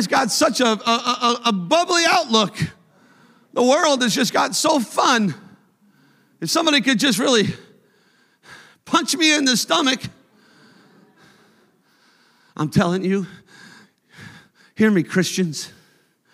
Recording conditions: large echoing room